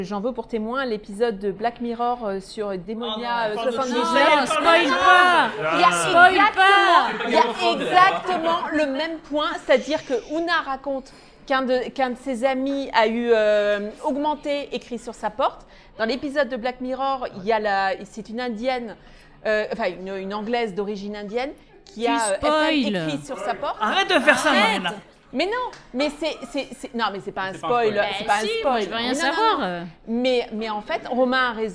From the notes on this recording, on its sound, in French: comme ce podcast est enregistré en public